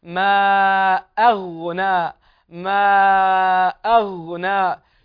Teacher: هنا الهمزة مرققة، وبعدها حرف الغين، وحرف الغين مفخم